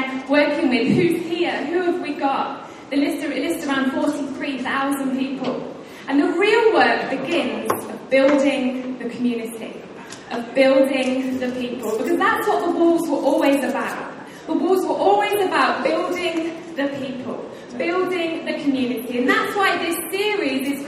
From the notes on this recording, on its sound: Recorded live at Life Church Lancashire on Sunday 28th January 2018.